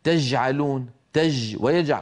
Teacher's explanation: شامي فيقول مثلا تجعلون تج ويجع وينطق الجيم رخوة